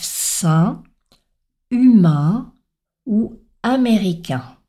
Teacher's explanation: L'important est de ne pas prononcer le N. N'oubliez pas, il s'agit d'une voyelle nasale